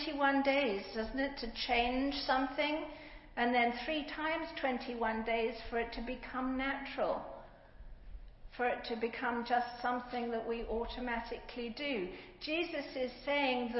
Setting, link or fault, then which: setting, large echoing room